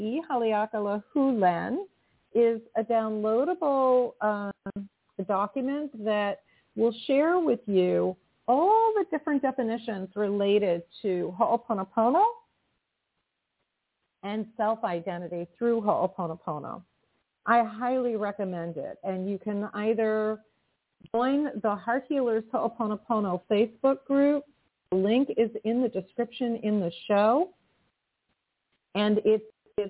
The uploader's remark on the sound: in response to callers' questions